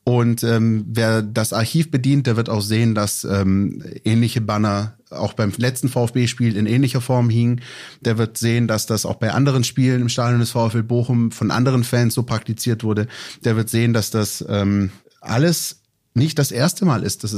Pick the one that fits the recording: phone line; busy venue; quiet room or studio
quiet room or studio